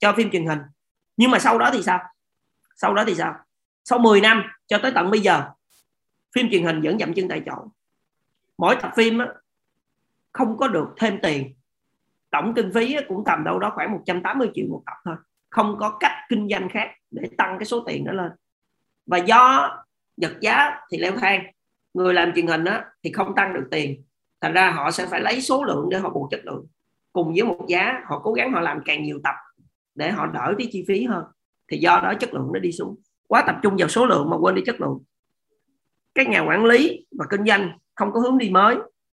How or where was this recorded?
video call